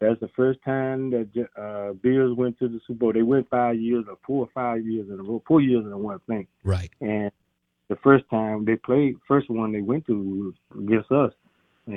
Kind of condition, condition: link, phone line